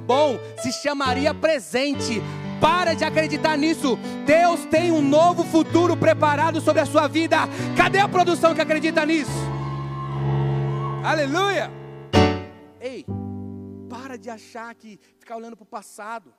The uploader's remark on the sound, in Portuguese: Mensagem gravada no culto da QUINTA PROFÉTICA na igreja Batista da Lagoinha Rio Claro